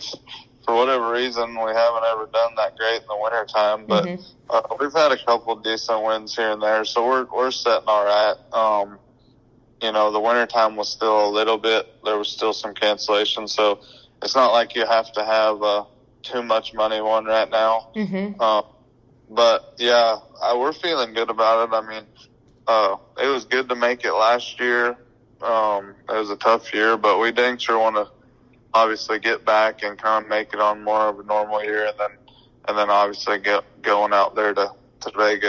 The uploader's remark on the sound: for a quick phone call interview